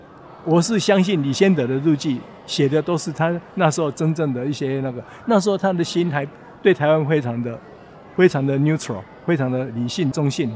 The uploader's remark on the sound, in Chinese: 世貿中心現場報導